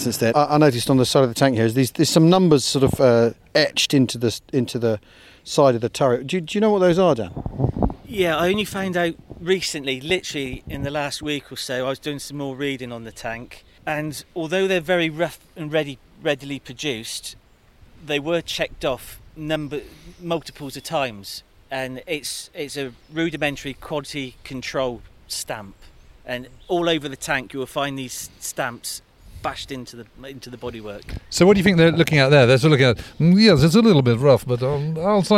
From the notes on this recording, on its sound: Get to drive round the Wiltshire countryside in a T34 Russian tank. Enjoy the sounds and smells from inside the tank.